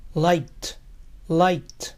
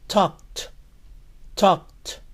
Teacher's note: Termina en sonido K. ED suena T.